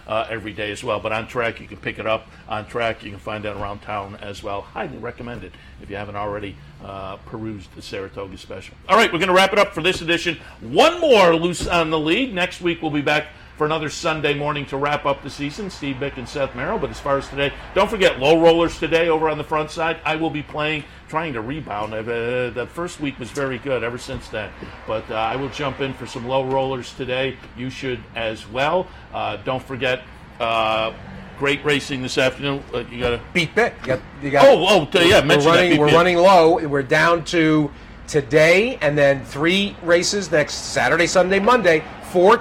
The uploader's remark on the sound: Capital OTB brings you another episode of Loose on the Lead Live from Saratoga Race Course.